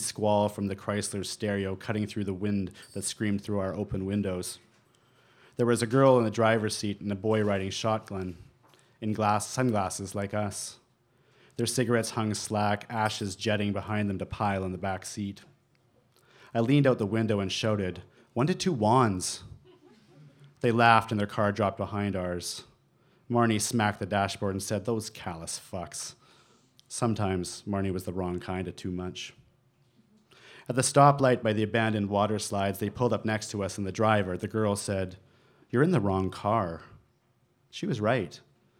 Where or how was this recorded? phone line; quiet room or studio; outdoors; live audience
live audience